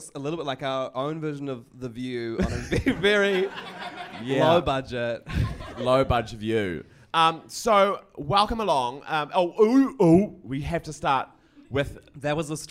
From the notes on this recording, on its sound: Taped in front of a live studio audience.